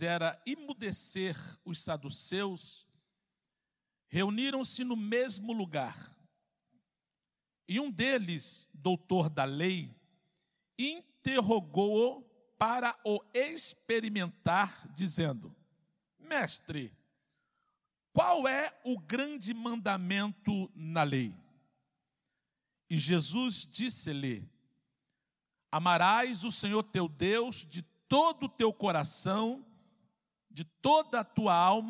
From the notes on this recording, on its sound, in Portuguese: CULTO AO VIVO